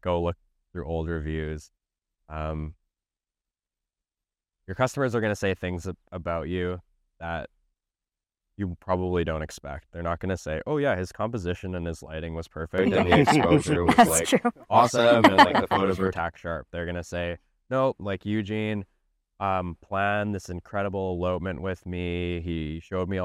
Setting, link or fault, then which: setting, outdoors